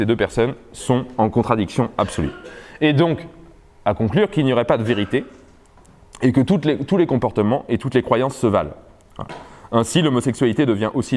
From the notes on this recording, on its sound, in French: Conférence introductive de l'université d'été Academia Christiana 2017 sur la reconquête.